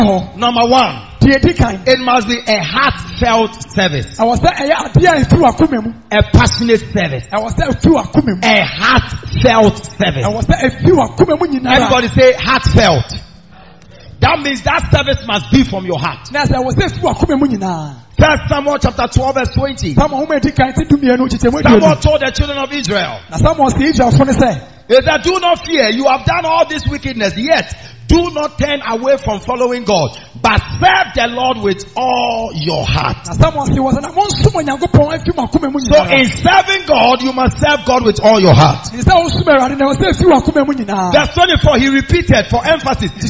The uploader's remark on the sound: Preached At The Miracle Arena